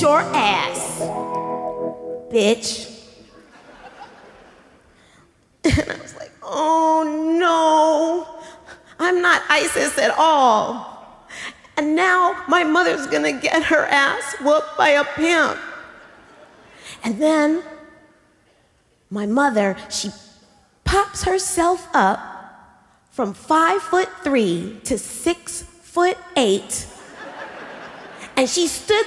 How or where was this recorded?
live audience